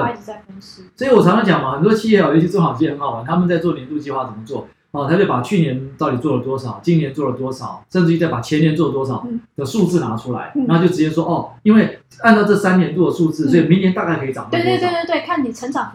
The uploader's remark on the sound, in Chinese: 這集錄音沒有設定好,但是有太多的精華又捨不得刪除,音質不太好,請大家見諒